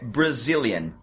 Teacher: A sílaba tônica é no Z. E o bra e o yan, eles têm schwa também. Brazilian. Bra, a, esse a é o schwa, né?